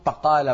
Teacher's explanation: بقال حرف ضائع، لا هو فاء ولا هو باء · Term: حرف محير